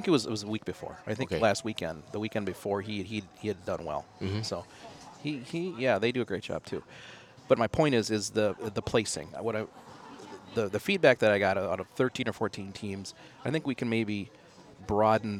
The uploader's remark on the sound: In downtown Farmington at a local restaurant, just blocks from where the rib contest was held.